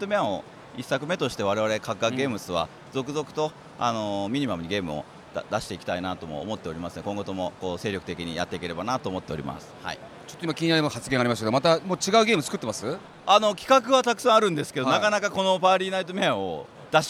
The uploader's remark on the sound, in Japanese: 東京ゲームショウ2023 の現場からお届けします！